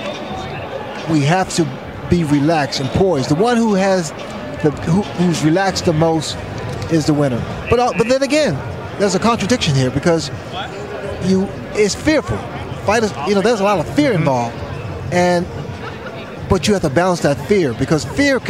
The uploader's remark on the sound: we are live at the …-… weigh in!